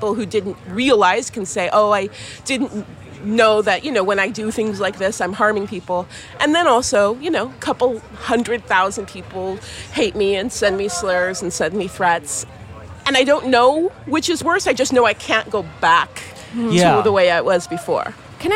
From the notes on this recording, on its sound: For a discussion on race in America at The Los Angeles Times Festival of Books.